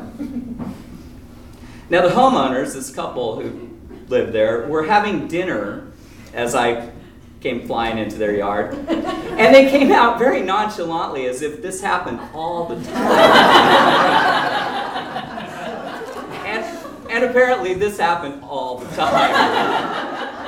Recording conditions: live audience